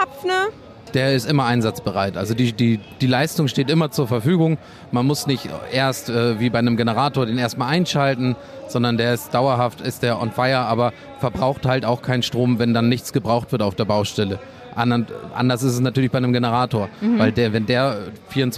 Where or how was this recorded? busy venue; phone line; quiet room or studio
busy venue